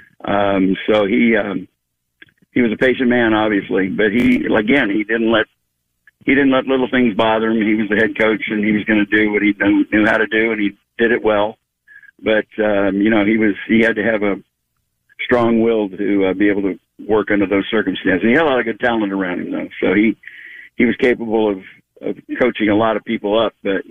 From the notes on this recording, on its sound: From NewsRadio 740 KTRH in Houston. Goes to the phones to take your calls.